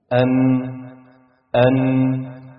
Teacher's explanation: هتحس فعلا ان طرف لسانك لمس اللثة العليا وهو ده مخرجها · Term: النون